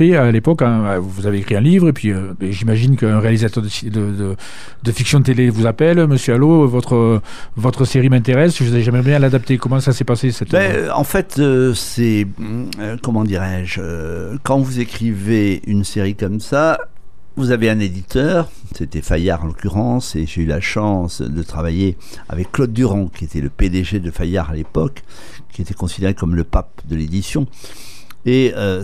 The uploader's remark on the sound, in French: qui reçoit par téléphone